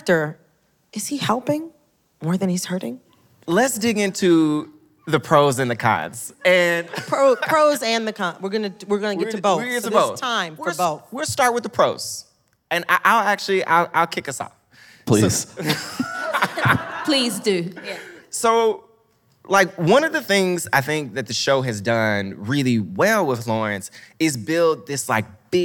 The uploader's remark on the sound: Recorded live at the Now Hear This Podcast Festival.